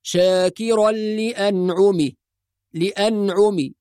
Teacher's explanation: بعض القراء لما يقف على حرف الهاء لا يظهر حرف الهاء، فنسمع مثلا البعض يقول شاكرا لأنعمه، لأنعمه، كأنه ينطق الميم فقط وينسى الهاء تماما